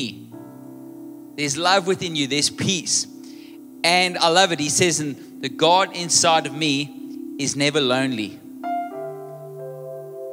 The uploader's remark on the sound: Recorded live on Sunday 16th July the 2023